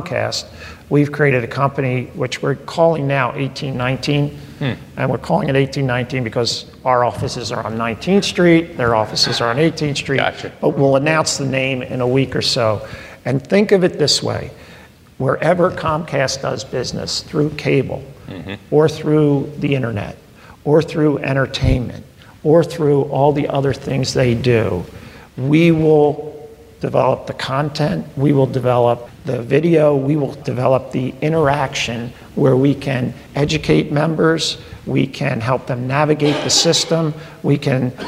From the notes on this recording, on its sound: recorded in front of a live studio audience